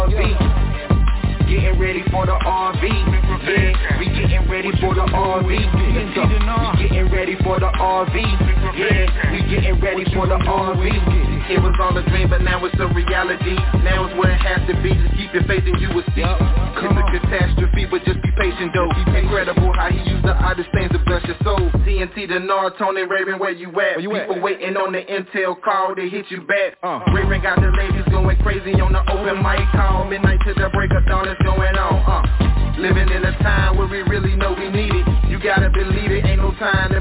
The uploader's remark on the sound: TNTSuperfantastic Conference Call